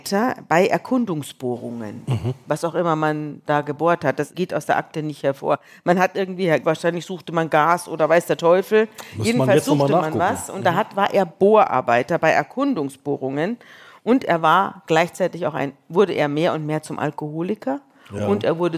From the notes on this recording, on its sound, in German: In Leipzig vor Publikum.